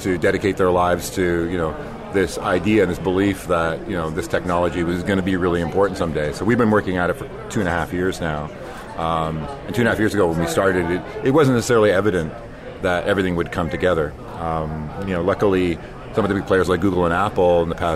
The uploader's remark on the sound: Live from the Floor of Augmented World Expo 2018